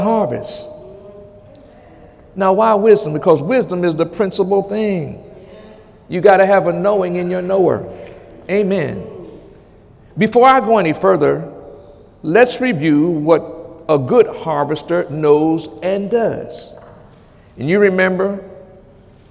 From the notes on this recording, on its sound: During Sunday morning service on October 1, 2017